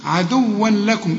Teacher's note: طب وعند الوصل عندنا لام، اللام هنا من حروف الإدغام، هنا ما غنش، عدوا لكم، إدغام كامل بدون غنة